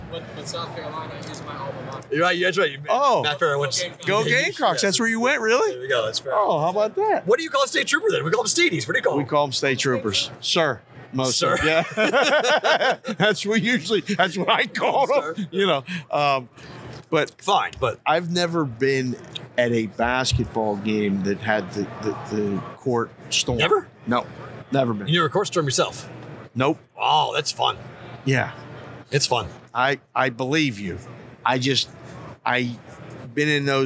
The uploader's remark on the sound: Live on RADIO ROW for the Super Bowl in LA. The show from Los Angeles!